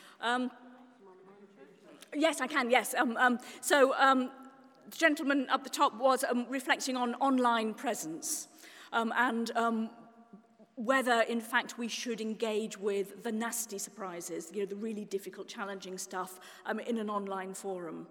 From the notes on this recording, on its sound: This month saw 500 people attend the first-ever Festival of Preaching in Oxford, organised by Canterbury Press and the Church Times. Talk at the Festival.